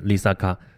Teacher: 如果全是低音，就是 LisaKa